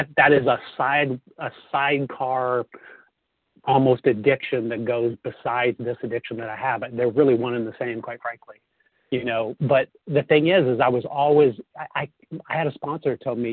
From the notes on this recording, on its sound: 100 Pounders Phone Meeting, 3/28/23